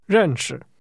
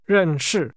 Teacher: Northerners will pronounce the word that means to be acquainted with as 认识, falling in neutral tones · Shown in: first take